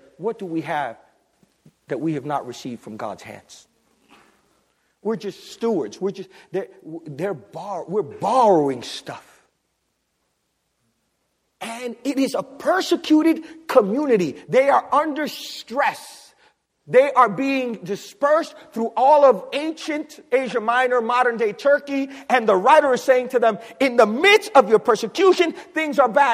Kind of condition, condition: setting, large echoing room